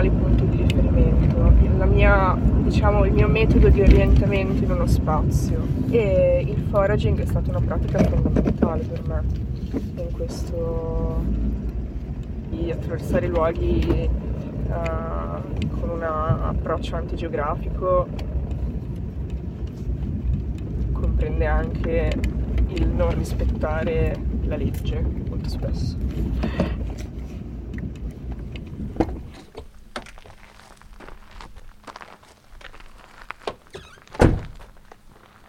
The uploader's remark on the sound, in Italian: Trentunesimo podcast registrato in viaggio. All'interno della sua fedele macchina, casualmente concluso all'Osservatorio Astrofisico di Torino.